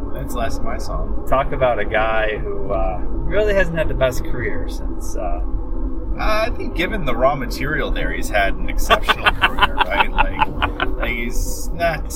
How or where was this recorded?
inside a vehicle